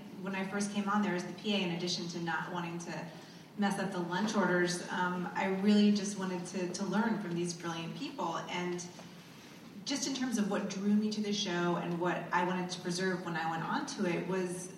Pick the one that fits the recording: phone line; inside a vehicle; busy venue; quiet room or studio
busy venue